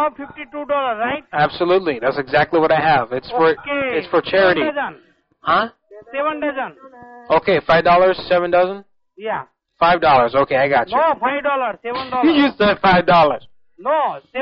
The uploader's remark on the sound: Personal Prank Phone Calls Collection.